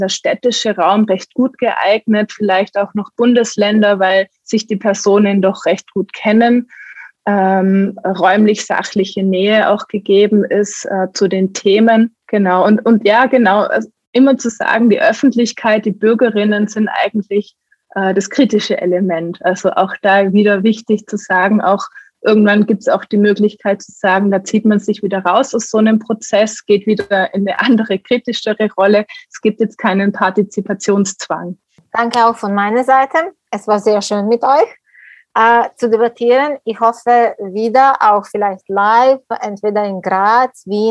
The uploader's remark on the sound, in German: Im Zoom-Webtalk